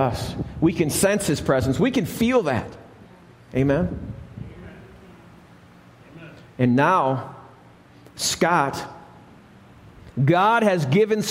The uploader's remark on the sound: Alabama Full Gospel Fellowship. This message was recorded live at the Lighthouse.